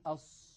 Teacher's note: فنجد الواحد يقول أص، اهدنا الصراط المستقيم، صراط، عند الصاد تجده يضم ويزم شفتيه إلى الأمام